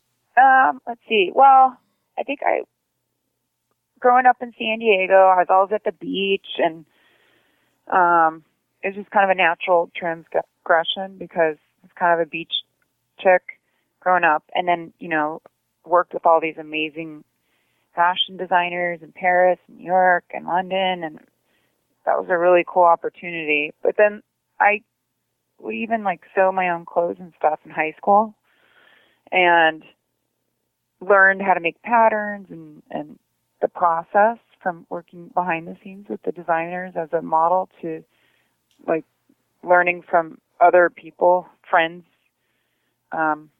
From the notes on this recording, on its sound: phones into the Str8hustlin.